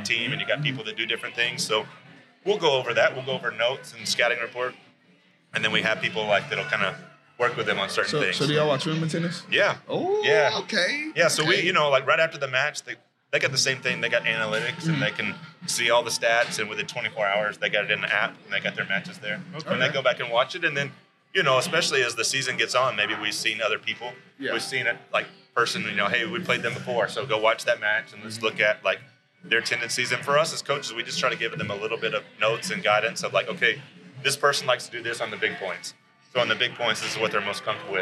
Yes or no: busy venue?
yes